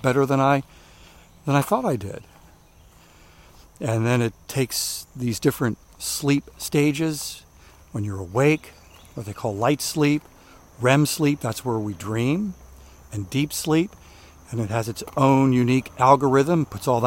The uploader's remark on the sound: during today's ten-minute walk